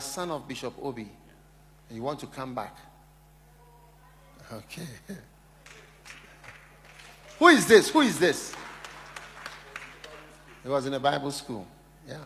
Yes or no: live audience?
yes